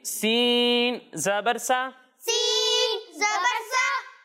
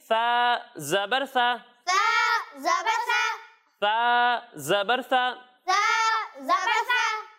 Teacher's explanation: جب ہم فا کی ادائیگی کریں گے تو اس میں سیٹی کی آواز ہی نہیں آئے گی · Shown in: second take